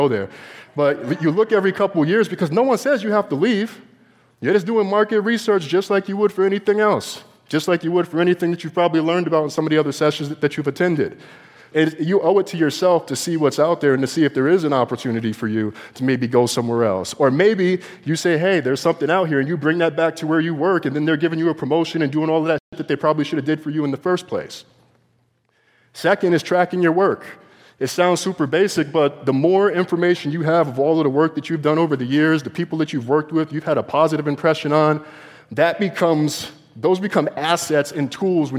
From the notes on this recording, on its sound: Today we’re sharing three talks given at the EconoMe conference.